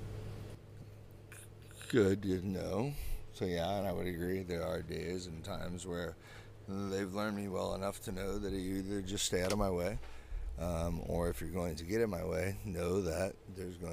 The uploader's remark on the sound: This week we recorded while #vanlife-ing it in the beautiful town of Tarpon Springs on the West Coast of Florida.